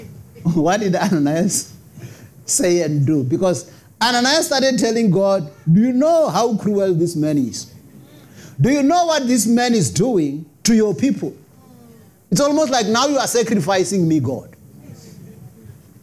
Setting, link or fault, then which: setting, large echoing room